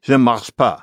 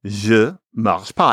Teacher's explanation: After a while, the ne starts to get kind of swallowed up. · Shown in: second take